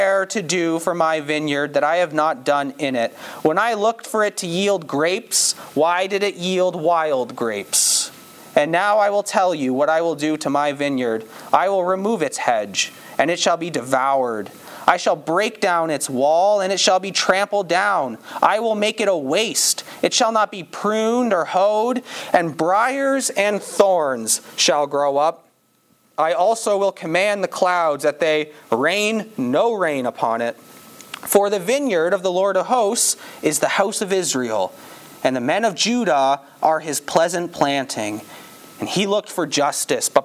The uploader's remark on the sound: Campbell Baptist Church, Windsor, ON.